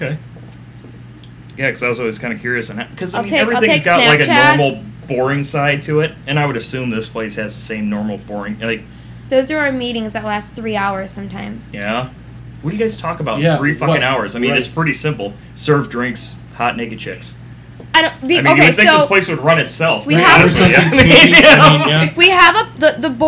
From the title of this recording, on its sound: Live From The Strip Club